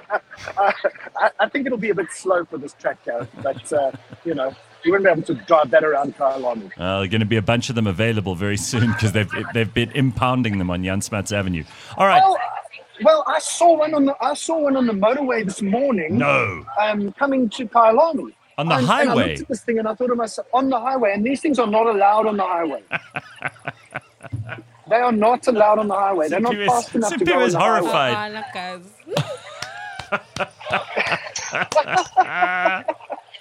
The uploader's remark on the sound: live from the Festival of Motoring at Kyalami race track